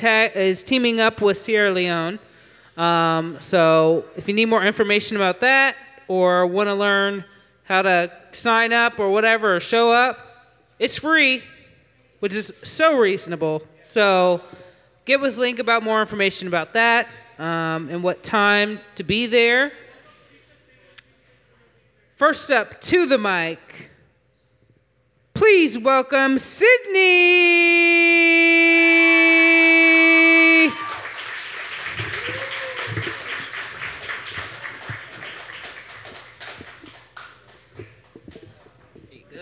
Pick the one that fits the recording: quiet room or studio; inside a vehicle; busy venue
busy venue